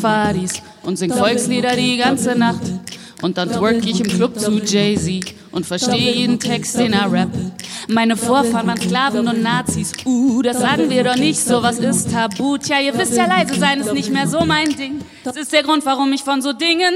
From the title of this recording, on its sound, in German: LIVE aus der US-Botschaft in Berlin